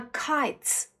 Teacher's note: 以 t 结尾加上 s 我们要发成刺的音啊